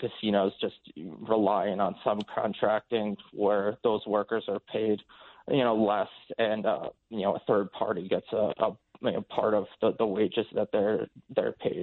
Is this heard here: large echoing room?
no